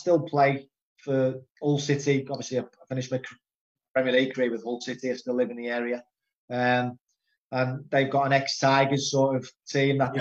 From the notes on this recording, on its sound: episode recorded on Zoom